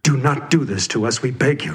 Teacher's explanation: at first you think the emphasis is on the do not, but if you play it over again, it's on the beg you.